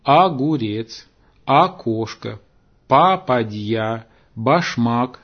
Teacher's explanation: часто заменяют «о» на «а» в начале и в середине слов · Term: аканье